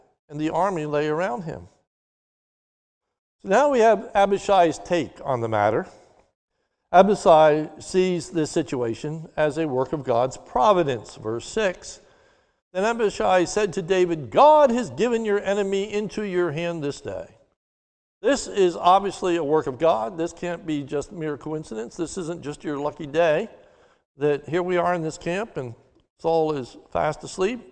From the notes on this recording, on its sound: This is a sermon recorded live at the Lebanon Bible Fellowship Church in Lebanon, PA on 4/11/21 during the morning service.